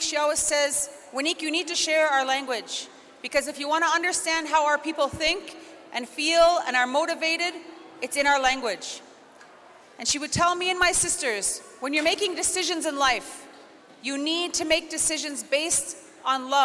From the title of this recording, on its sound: Recordings from the 2022 Siksika Health Fair